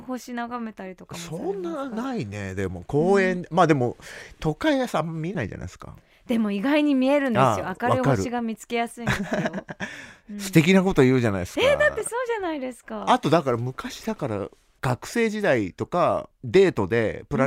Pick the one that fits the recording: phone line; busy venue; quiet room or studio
quiet room or studio